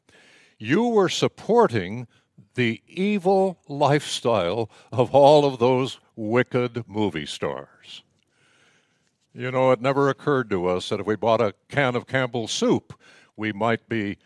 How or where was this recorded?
large echoing room